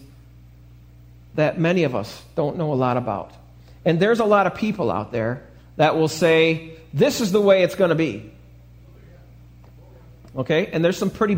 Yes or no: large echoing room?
yes